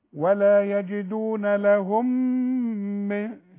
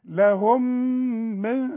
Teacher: انما عند الوصل لهم في نهايتها ميم وبعدها ميم، انا هدغم الميم دي في الميم دي تبقى ميم دبل، نقول ايه ولا يجدون لهم من، شوف لهم من، وفي غنى بقى معنا مين؟